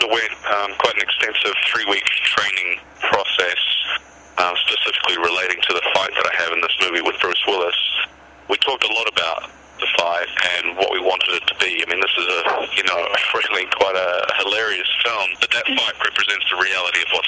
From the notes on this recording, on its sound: This is a recording of a conference call